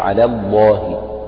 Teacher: لام على مرققة ولام لفظ الجلالة هنا مفخمة لأنها سبقت بفتح